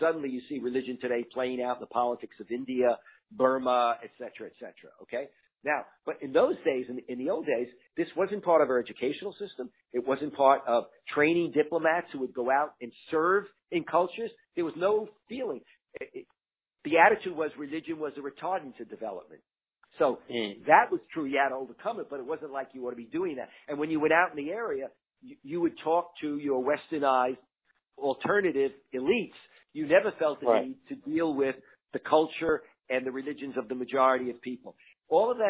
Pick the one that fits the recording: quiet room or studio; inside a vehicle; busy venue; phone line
phone line